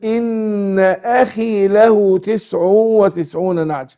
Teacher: الخاء مثلا برضو تاخد ادنى درجات التفخيم رغم ان هي من حروف الاستعلاء، بس حرف مستعلي منفتح.